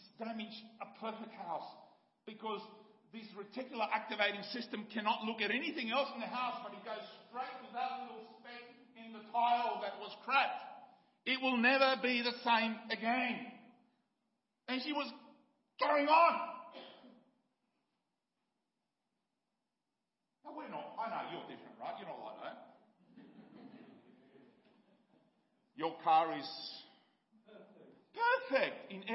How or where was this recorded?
large echoing room